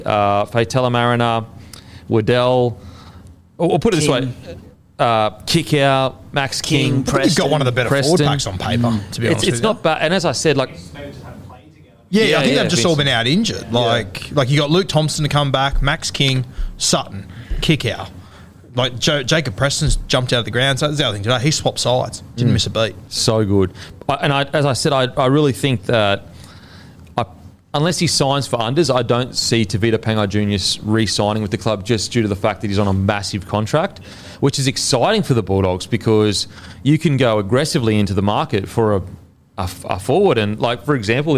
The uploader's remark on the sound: in front of our live crowd